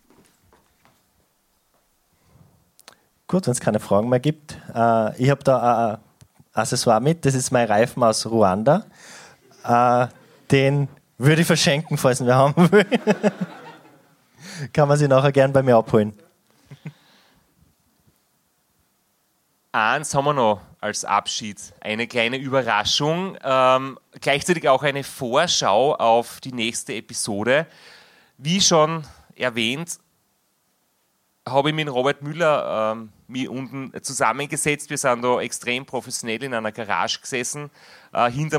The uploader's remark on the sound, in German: Live Aufzeichnung im Grazer Orpheum Extra. Der Abend wird mit Fragen aus dem Publikum, und einer Audio Nachricht.